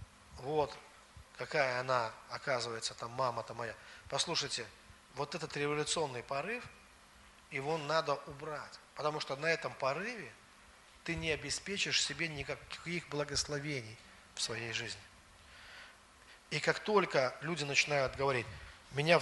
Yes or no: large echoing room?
yes